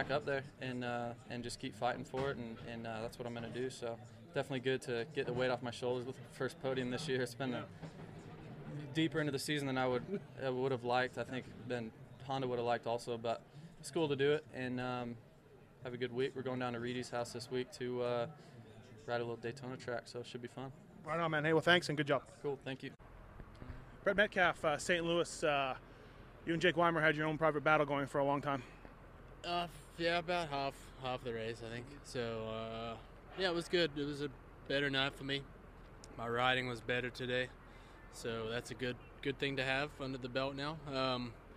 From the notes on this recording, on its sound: St.Louis 2012 Post-race Interviews.